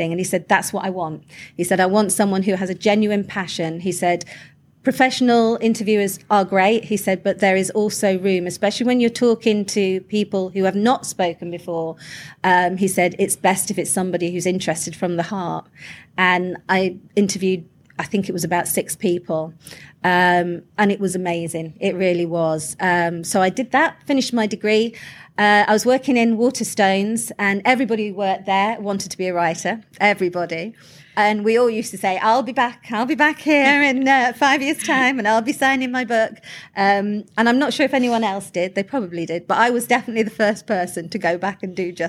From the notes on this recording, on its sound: Crime con 2022 live recording. This episode was recorded LIVE at Crime Con London in 2022.